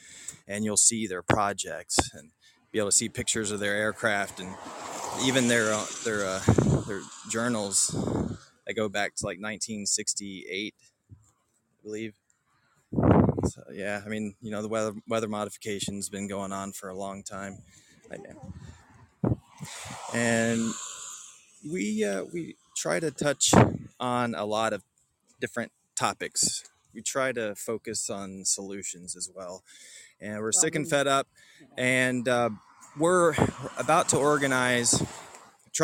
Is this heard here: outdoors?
yes